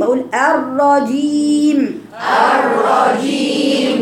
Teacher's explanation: لازم لسانك يقفل المخرج عشان الجيم ده حرف شديد